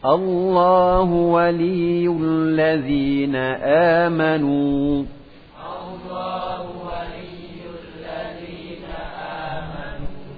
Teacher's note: Ketika antum mengucapkan na itu dikontrol suaranya agar tidak masuk ke huruf hamzah. الله ولي الذين آمنوا na alladzina amanu dibaca na ya.